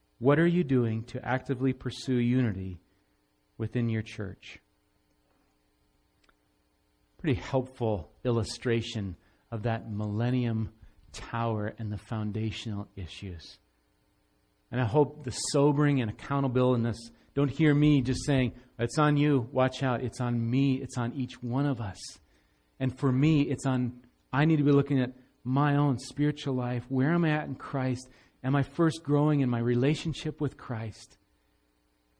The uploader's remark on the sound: Recorded live at Bethany Bible Church on 11/5/17